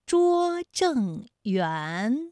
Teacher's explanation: 园的韵母是乌安，它就是前鼻韵母，正是后鼻韵母